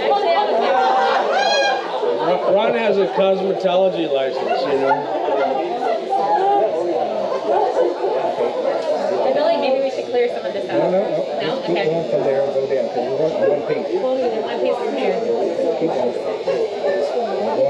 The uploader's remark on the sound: Behind-the-Scenes (and behind the bar) at the Suisun City Neurofeedback Summit 2023. At the vibrant bar of the Solano Yacht Club in Suisun City, California. A surprise birthday celebration. We apologize for the sound quality, as this was recorded at the bar of the yacht club.